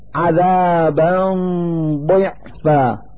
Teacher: في هذا المثال فتحتان على الباء من كلمة عذابا، نلفظ هاتين الفتحتين نونا ساكنة من مخرج الضاد من كلمة ضعفا · Term: إظهار الغنة